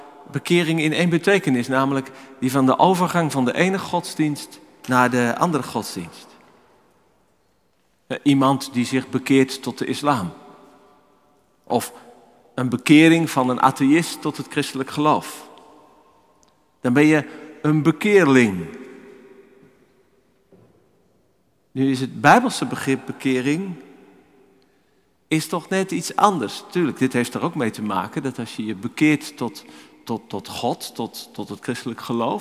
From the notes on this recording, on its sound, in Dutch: Opgenomen in de Noorderkerk te Amsterdam.